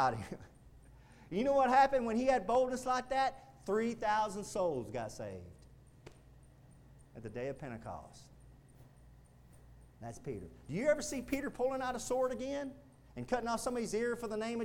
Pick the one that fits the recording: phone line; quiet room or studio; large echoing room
large echoing room